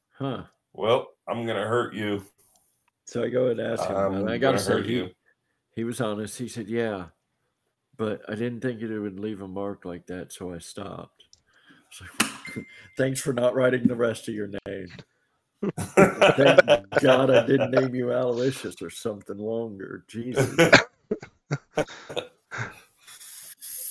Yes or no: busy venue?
no